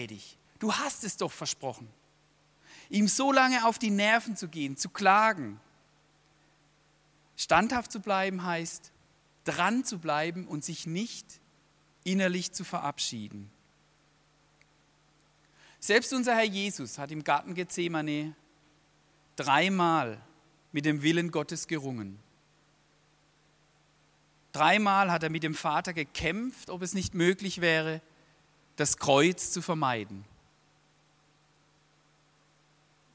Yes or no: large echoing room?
yes